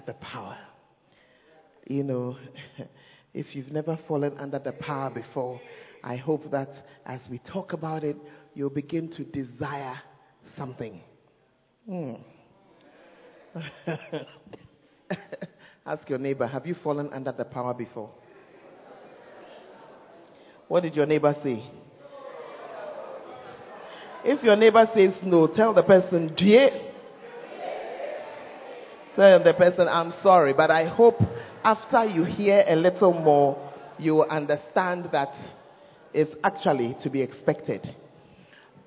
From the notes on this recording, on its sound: Preached At First Love Center, Ayeduase (Manifestations of the Spirit Service).